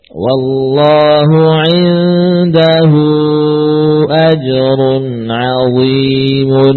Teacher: Ya ikhwah, panjangkan 4 harokat. · Term: mad silah kubra